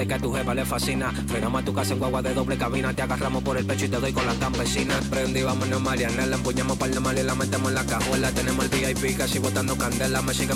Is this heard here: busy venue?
yes